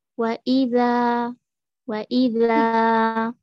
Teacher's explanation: والذال عند العرب مرقق، فلا نقول ذا ذا رققيها